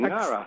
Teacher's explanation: I just pretend it's the ng at the end of singing and it's at the beginning of the word, Ngara.